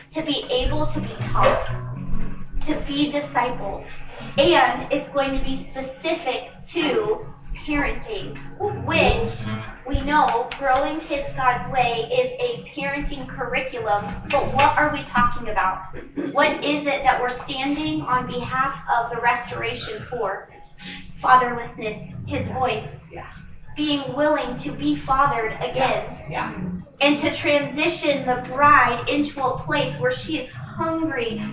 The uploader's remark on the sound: This is a worship service in the living room releasing a new sound! We appreciate your understanding in the quality of recording is not our normal standard.